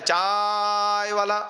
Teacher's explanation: उसने चा को लंबा कर दिया तो प्लुत हो गया